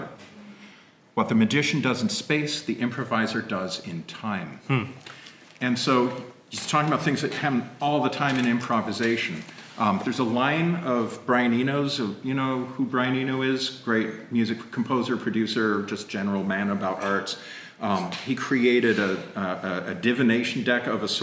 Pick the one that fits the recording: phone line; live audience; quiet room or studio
live audience